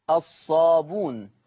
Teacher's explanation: لفظة الصابئون فيها لورش ايضا الحذف، اي تقرأ الصابون